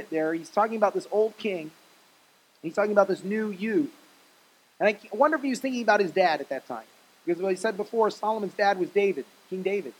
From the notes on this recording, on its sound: Message preached at Faith Generation in Cape Coral, FL on 3/15/20